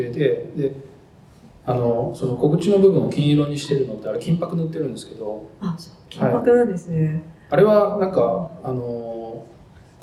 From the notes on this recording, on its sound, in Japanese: 同館であったトークイベントの様子をすべてお届けします